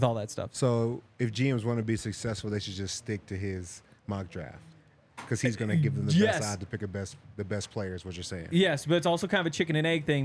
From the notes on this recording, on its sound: coming to you LIVE from the DNVR Bar